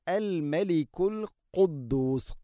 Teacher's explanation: ഖാഫ്, തൊണ്ടയുടെ മുഗൾ ഭാഗവും കഴിഞ്ഞ് ചെറുനാക്ക്